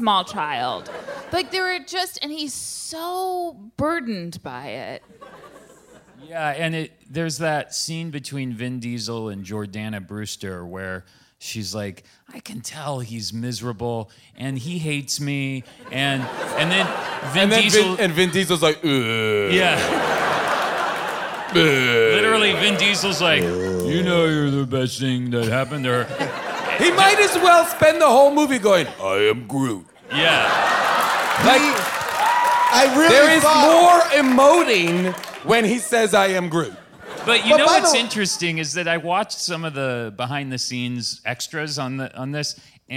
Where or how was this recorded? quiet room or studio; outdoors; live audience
live audience